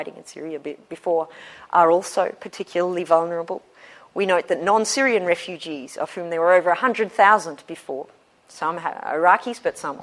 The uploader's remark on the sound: Special lecture, Michaelmas term 2013. Recorded on 24 October 2013 at the Oxford Department of International Development, University of Oxford.